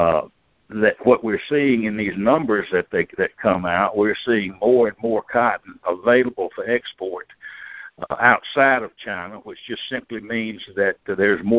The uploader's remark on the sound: Monthly Conference Call